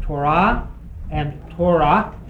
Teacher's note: You can put the accent on either syllable